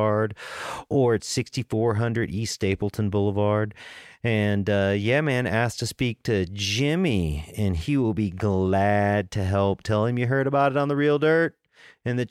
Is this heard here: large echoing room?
no